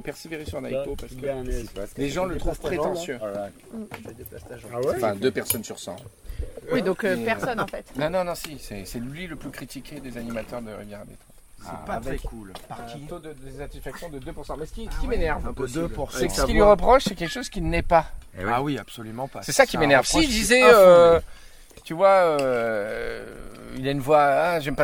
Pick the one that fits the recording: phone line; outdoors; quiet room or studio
outdoors